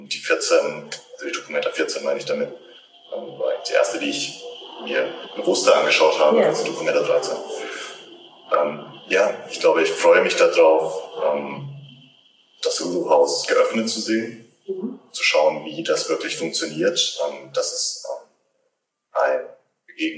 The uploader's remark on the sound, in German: Leider ist diese Folge geprägt von Soundproblemen.